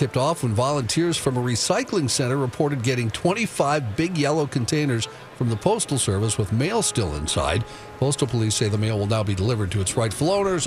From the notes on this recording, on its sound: live from Radio Row at the Mall of America!